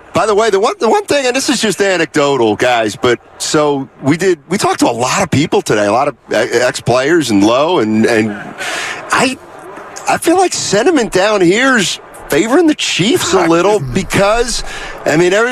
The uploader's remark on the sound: LIVE from Radio Row in Las Vegas ahead of the Super Bowl.